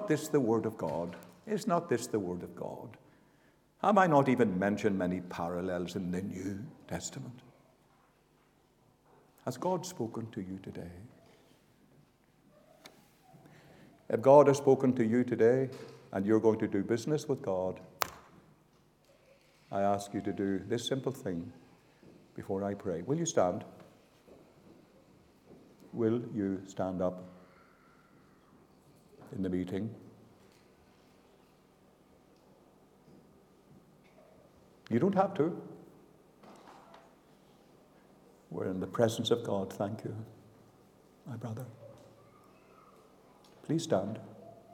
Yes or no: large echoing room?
yes